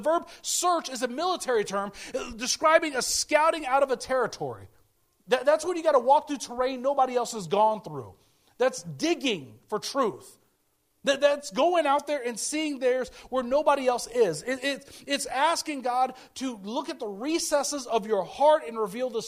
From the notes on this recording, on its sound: speaking at Soma Community Church in Jefferson City, MO on 20 August 2023